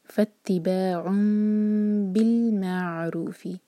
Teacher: شیئن فتباعن یہ تھا فتباعن اور کیونکہ تنوین کے بعد با آ رہا ہے تو تنوین کا ساؤنڈ جو ہے میم میں چینج ہو جائے گا نون میم میں چینج ہو رہا ہے تو یہ اقلاب ہے اس کے بعد ہے میم کے بعد با تو اخفا شفوی تو میم کو ہلکا ٹچ کریں گے اور ٹائم دیں گے دو سیکنڈز کا ٹائٹ ہوٹوں کو بند نہیں کریں گے. فتباع بالمعروف عین پر جھٹکا نہ آئے تو عین پر تھوڑا سا ٹائم دیں گے تاکہ عین واضح ہو.